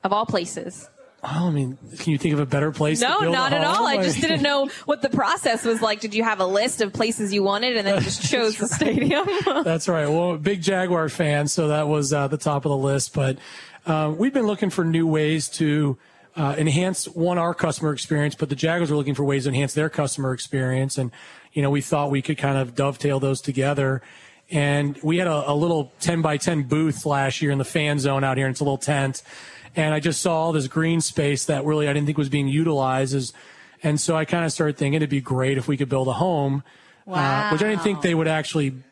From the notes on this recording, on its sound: The girls are live at their new Dream Finders Home at EverBank Field.